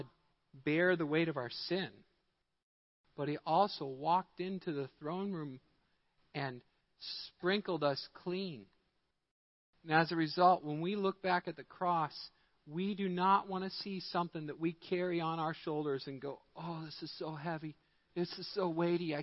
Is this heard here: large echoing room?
yes